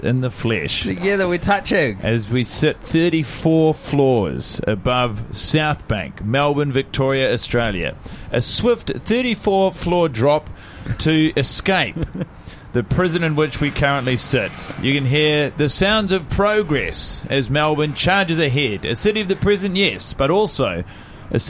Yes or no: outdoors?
yes